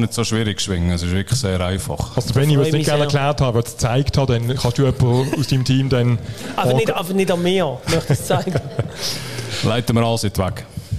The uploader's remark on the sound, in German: beim ersten Podcast-Live-Event in Solothurn